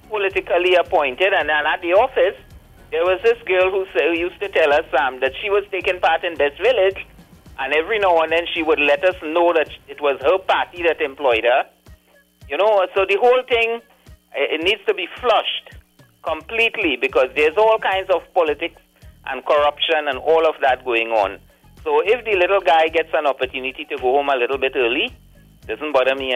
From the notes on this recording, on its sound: we take more calls from the audience